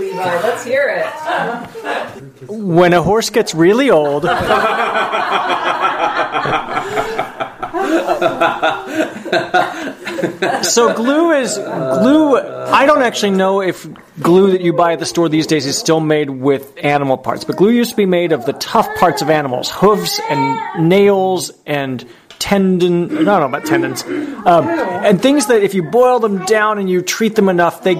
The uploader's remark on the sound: We recorded this week's ZED Show at the Passover table, and invited some friends to join us.